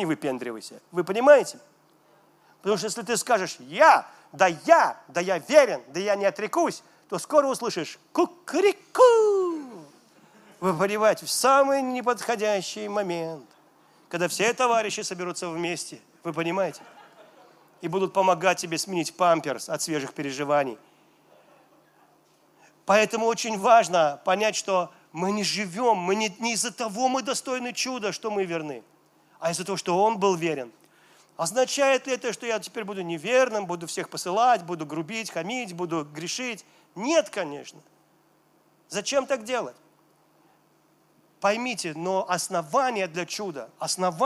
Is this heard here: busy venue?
yes